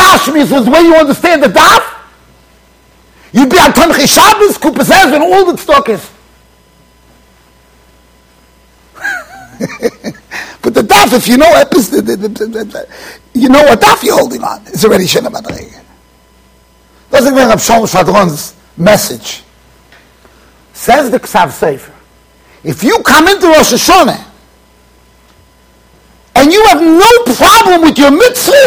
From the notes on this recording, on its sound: Shiur recorded in Yeshivas Ohr Reuven, Monsey NY.